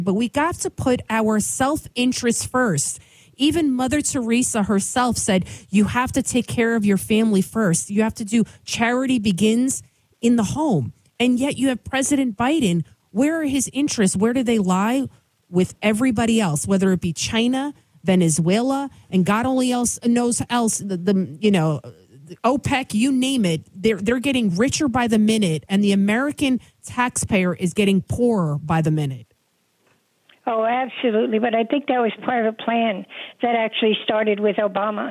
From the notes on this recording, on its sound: takes your calls in Open Phones Across America